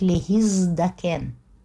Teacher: «Зайн» не только выталкивает «тав» из приставки и становится на ее место, но он еще и превращает «тав» в звонкую пару, в «д». Мы же помним, что «д», «т» – это пара звонкая и глухая согласная.